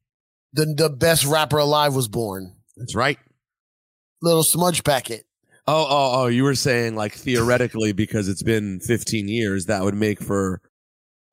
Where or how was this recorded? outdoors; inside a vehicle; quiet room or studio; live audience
quiet room or studio